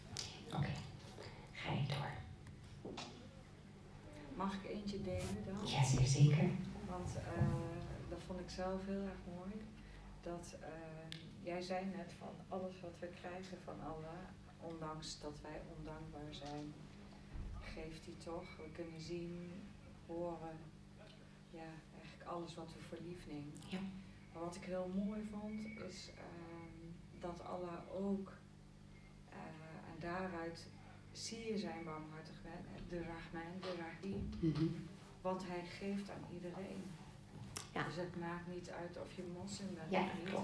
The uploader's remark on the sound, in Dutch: Live lezing